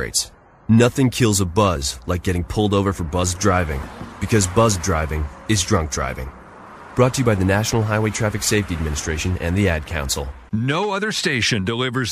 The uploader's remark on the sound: broadcasts LIVE from the Roslyn Vintage Trailer Rally.